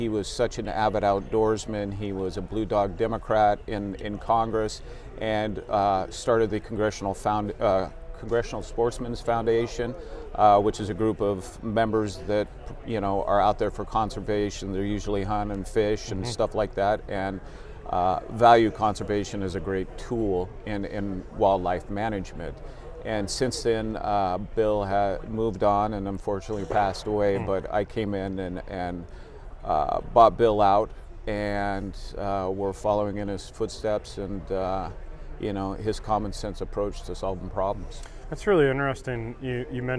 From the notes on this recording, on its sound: live at The 40th Annual NADEFA Conference